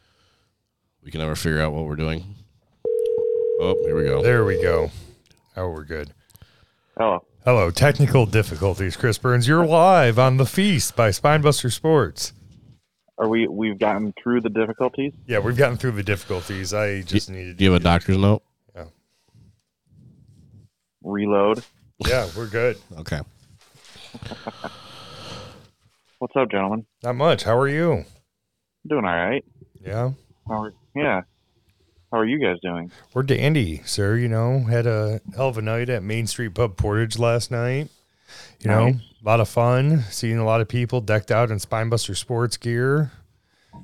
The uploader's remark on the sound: On the phone